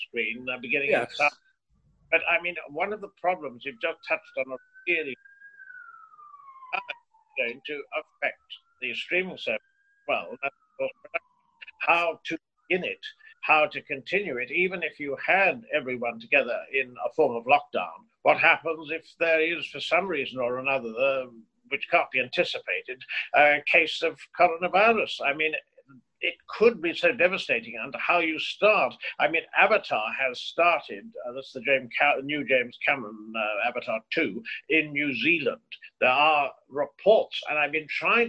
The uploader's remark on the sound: in zoom conversation